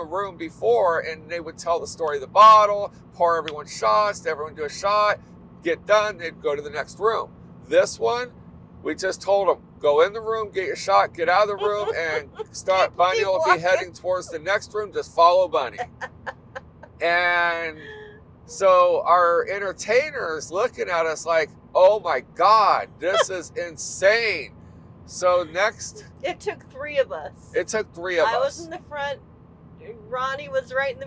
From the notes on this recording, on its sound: We just turned on our microphones while driving from Florida to Indiana.